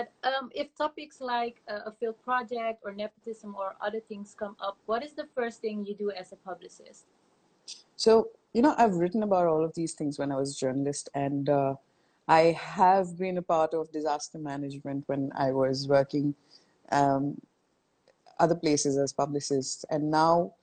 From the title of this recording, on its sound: Instagram Live